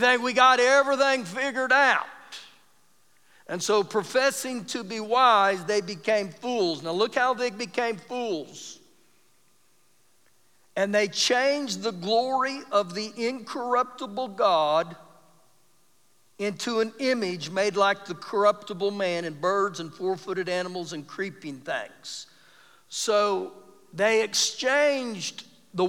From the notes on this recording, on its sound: Recorded live during our Wednesday night service